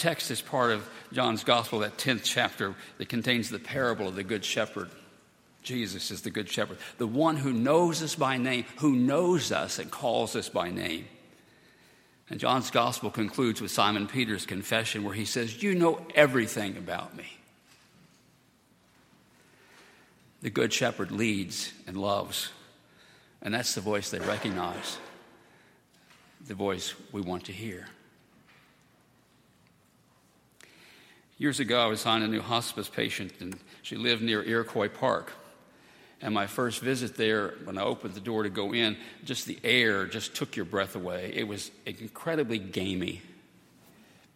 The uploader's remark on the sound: at Highland Baptist Church